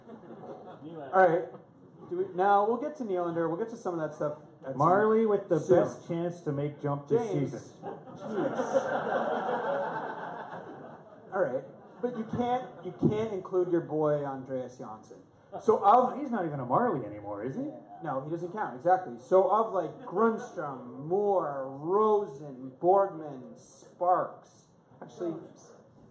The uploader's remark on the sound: Live At The Rivoli. Host the pod in front of a live audience at the Rivoli in downtown Toronto.